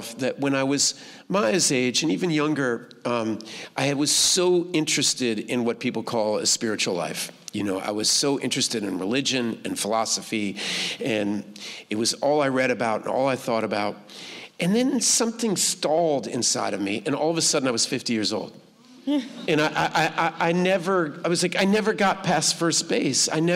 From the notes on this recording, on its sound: Recorded live at The Stockholm International Film Festival.